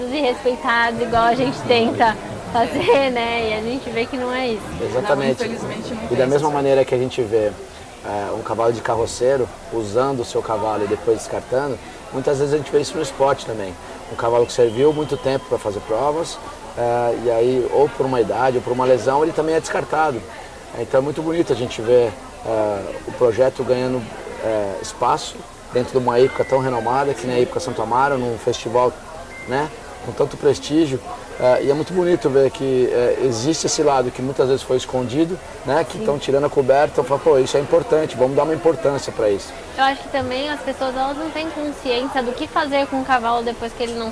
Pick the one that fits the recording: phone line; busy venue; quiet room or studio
busy venue